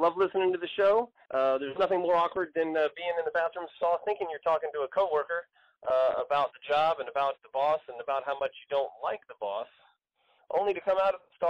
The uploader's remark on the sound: Listeners call in to share theirs.